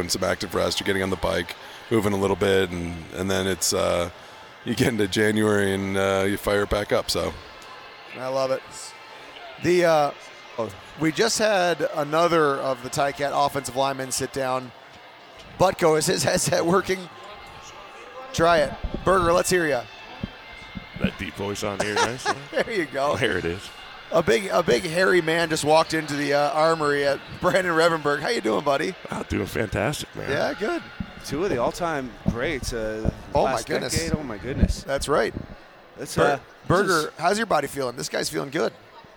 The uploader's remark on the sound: At the Grey Cup Festival in Hamilton.